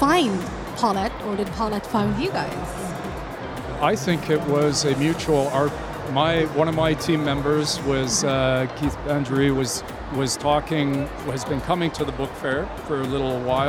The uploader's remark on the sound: Live at SIBF 2023